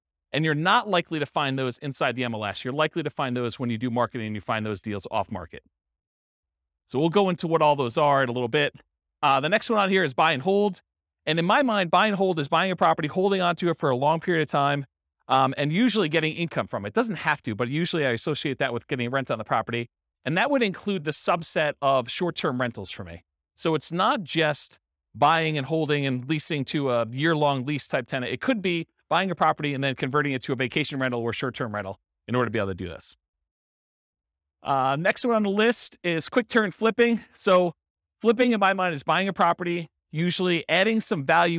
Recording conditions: live audience